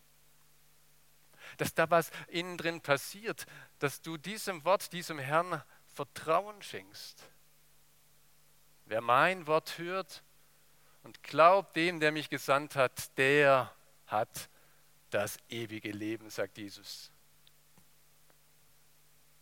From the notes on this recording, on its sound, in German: aus dem Gottesdienst der Liebenzeller Mission